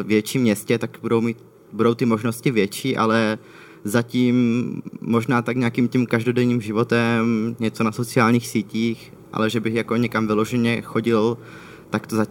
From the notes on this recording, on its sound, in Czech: Záložka se opět vydala do terénu, tentokrát na festival Prague Pride.